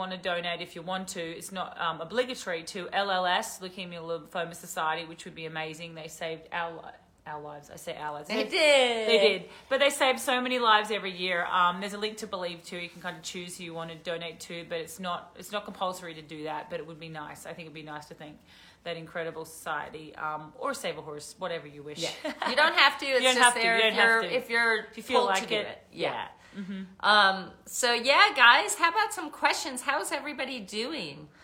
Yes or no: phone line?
no